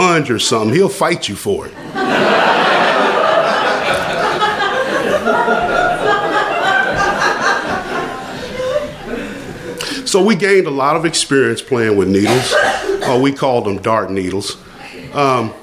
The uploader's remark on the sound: Live From Chapel Hill. At the North Carolina Comedy Arts Festival 2015.